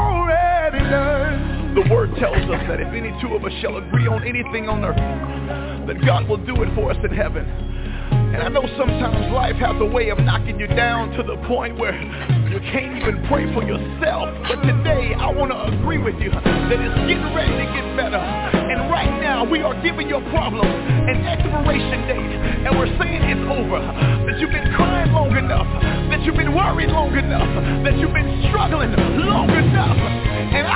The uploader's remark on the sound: TNTSuperfantastic Conference Call